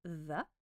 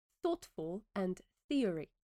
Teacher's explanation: You've got a blend of two different sounds. You've got a soft TH in the, and a stronger one in thoughtful and theory. In both cases, it's a game of passing a little bit of the tongue through the teeth and guide the air above and below said tongue.